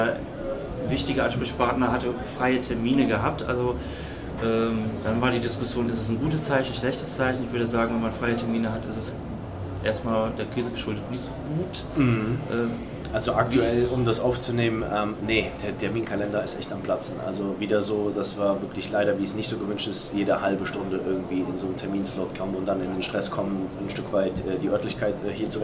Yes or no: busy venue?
yes